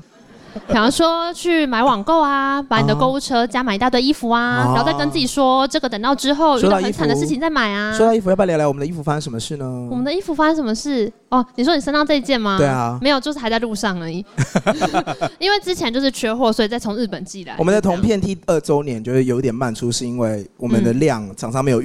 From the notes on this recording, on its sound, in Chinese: Live Podcast 特別篇。2週年 Live Podcast 童鞋會現場錄音。一起懷念 8 月時活動現場的聲音吧。